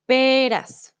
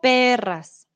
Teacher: There is a soft R and there's a double R that is stronger.